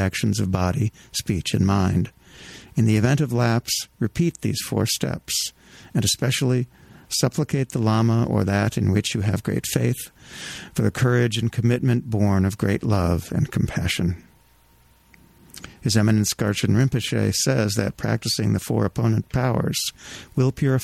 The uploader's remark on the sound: We present a telephone conversation.